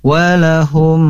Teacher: Ketika mim bertemu mim maka harus ditahan. · Term: idgham mimi